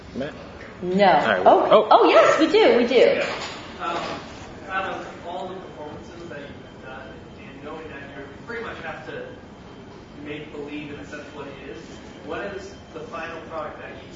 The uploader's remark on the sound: Live from the San Diego Comic Con.